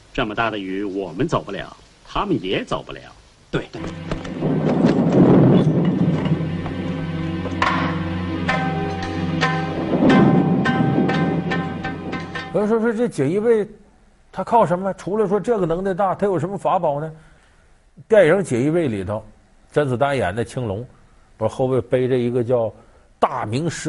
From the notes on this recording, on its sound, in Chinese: 還有聽故事的觀眾